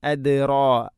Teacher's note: റായിനെ കനപ്പിക്കണം, തഫ്ഹീം ചെയ്യണം